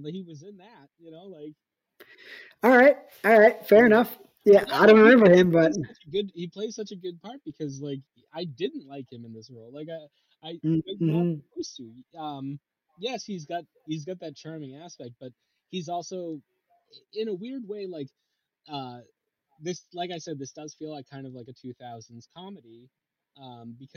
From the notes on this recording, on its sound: Please note that something affected the audio quality of this episode. It honestly isn't to our usual standards, and we have tried to manage it as best as we could.